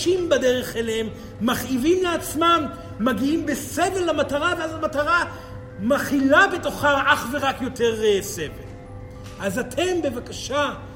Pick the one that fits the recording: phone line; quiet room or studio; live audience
live audience